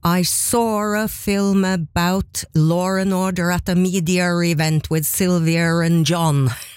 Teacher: Så det her fenomenet kalles for intrusiv R. En R som trenger seg på, der den ikke skal være.